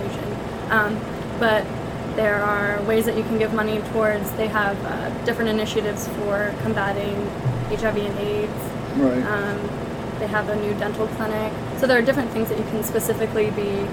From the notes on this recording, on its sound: Spoke with different Artists at the first Joppatowne Arts Festival - Part 2.